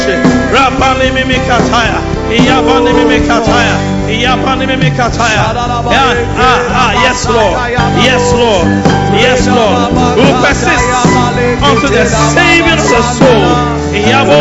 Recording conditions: large echoing room